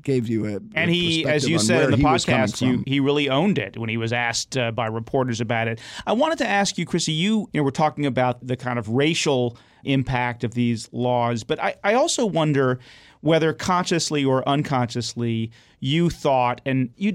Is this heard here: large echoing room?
no